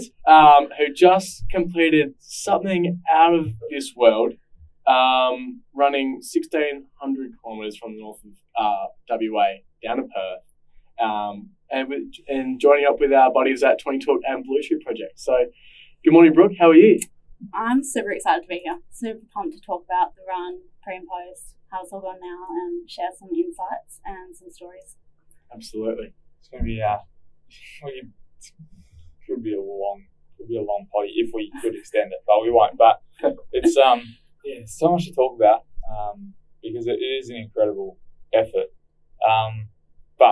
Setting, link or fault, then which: fault, poor sound quality